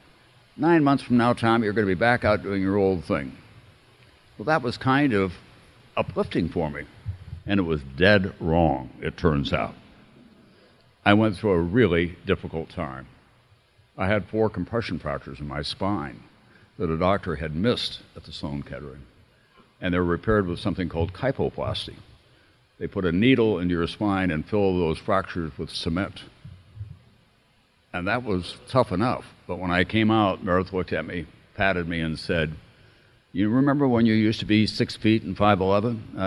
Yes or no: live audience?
yes